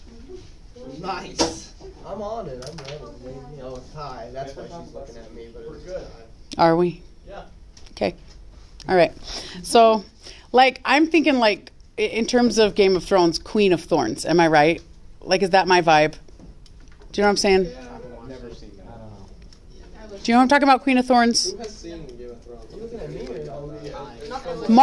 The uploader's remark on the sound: A recording of our in-class lesson.